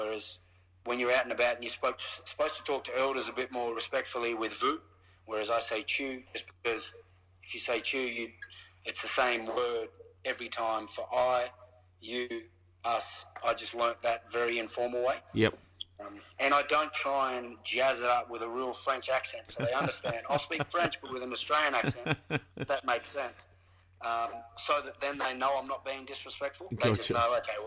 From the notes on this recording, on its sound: Picks up the phone following Australia's win v the All Blacks.